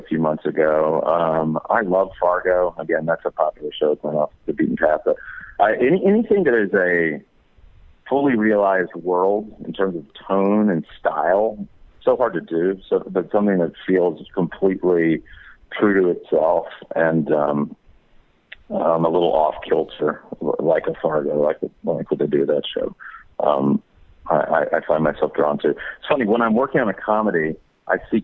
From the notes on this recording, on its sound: called in to talk